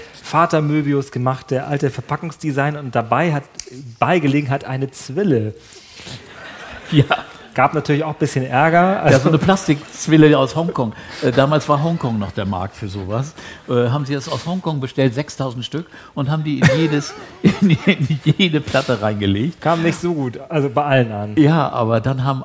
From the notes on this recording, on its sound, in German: Diese Folge von Urban Pop wurde im Rahmen des Göttinger Literaturherbstes vor Publikum aufgezeichnet.